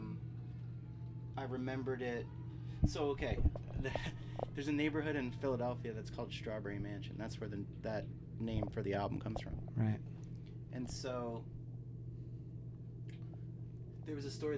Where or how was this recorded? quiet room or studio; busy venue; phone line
busy venue